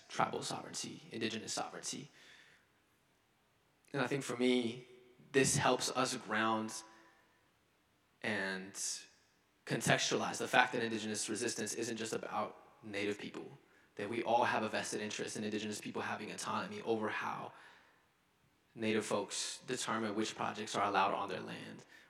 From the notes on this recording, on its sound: delivered convocation at Carleton's Skinner Chapel on Friday, October 6